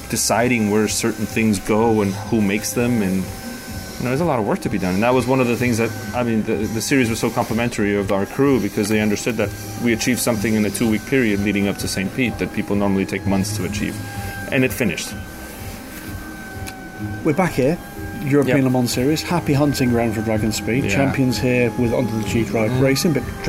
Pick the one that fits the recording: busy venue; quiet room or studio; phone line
busy venue